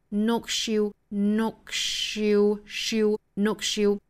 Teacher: 面加了 s。好，我们知道清清浊浊的规律，清辅音后面加的这个音还是应该读清辅音的，所以是 knocks, knocks,knocks。那么恰好后面的 u 是 y 这个半元音打手的所以 s 和 y 之间连读同化会出来一个 sh 这样的声音